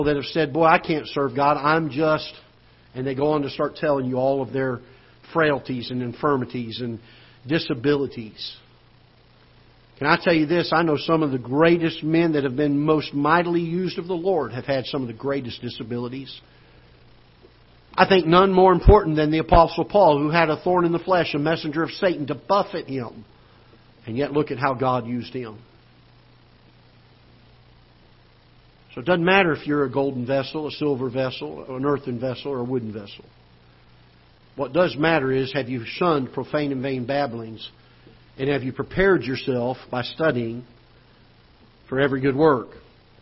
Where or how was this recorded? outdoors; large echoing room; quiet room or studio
large echoing room